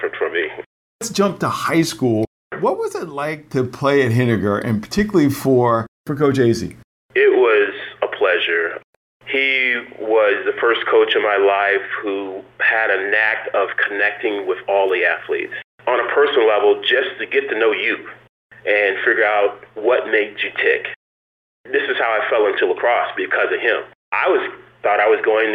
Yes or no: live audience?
no